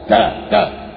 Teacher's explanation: تلاقيها من طرف اللسان اعلى · Term: التيه